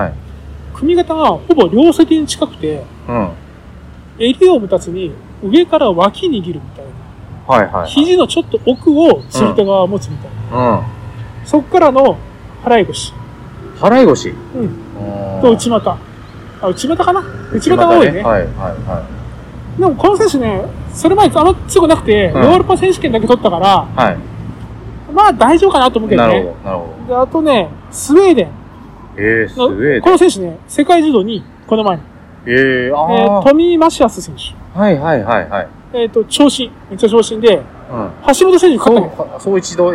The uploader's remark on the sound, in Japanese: 外で収録したので音声悪くてごめんなさい！